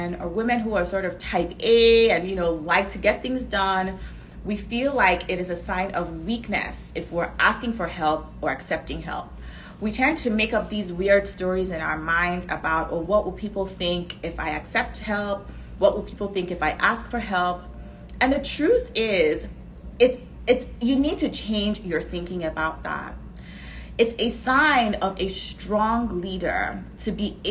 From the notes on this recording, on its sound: This episode is a recording of an Instagram live